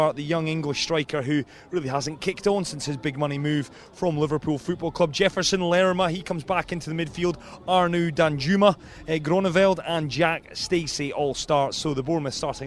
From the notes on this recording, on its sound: From the rooftop garden of Barasti